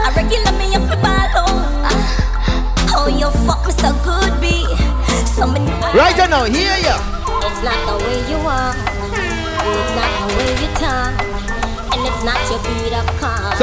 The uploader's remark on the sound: LIVE AUDIO FROM FREAKY GIRLS BOAT CRUISE.